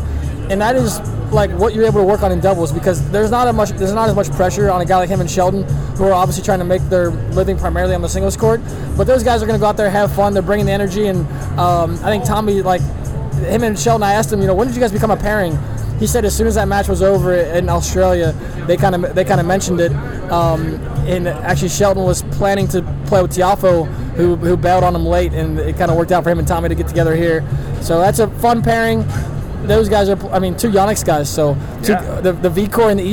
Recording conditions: background noise